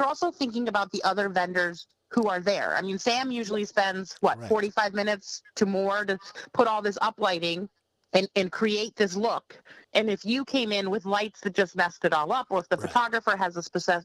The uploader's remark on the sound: Via phone from the offices of MV Film Productions in Southington, CT.